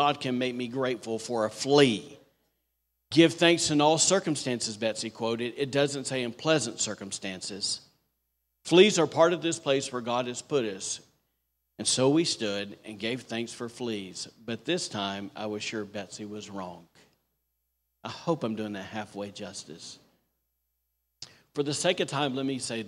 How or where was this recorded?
large echoing room